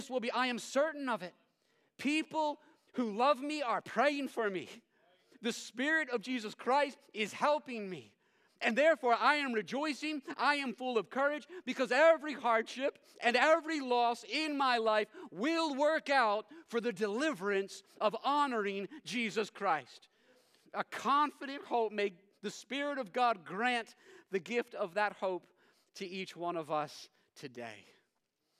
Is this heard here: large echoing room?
yes